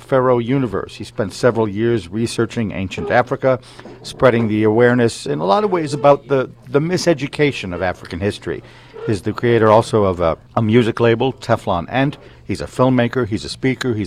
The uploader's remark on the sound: Live at the Golden Cup Cafe on Jefferson Ave. Broadcasts live just a block and a half from the shooting scene on Jefferson Avenue at the Golden Cup Café and Roastery.